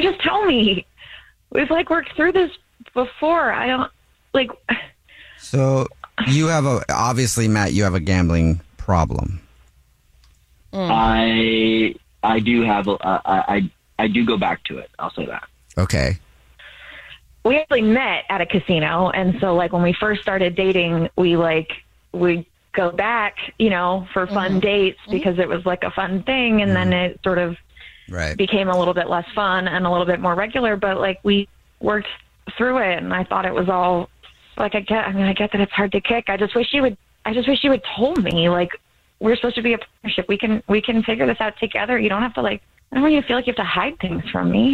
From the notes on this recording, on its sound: is on the phone today